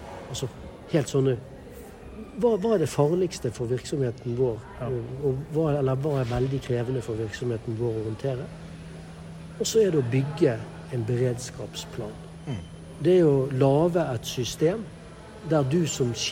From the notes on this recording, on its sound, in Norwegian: Vi beklager for lydbildet fra en veldig livlig stortingskantine, med en tidvis overivrig støvsuger i tillegg. Som inviterte oss inn på Stortinget for første dag av konferansen.